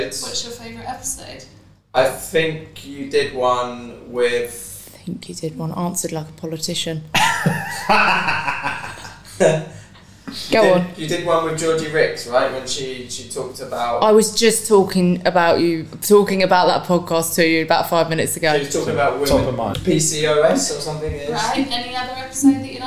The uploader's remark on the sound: In this episode we trialed a podcast studio, we're sorry if the sound quality isn't as good as usual.